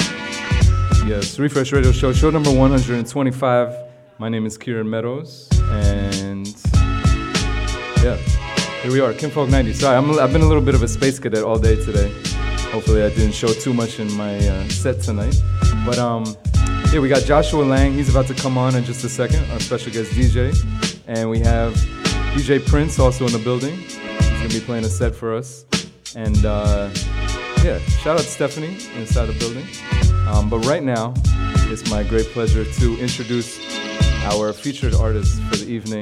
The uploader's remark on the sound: Originally broadcast live. From the storefront of Kinfolk 90 in Williamsburg, Brooklyn, New York City. Broadcast live on WAXX.fm.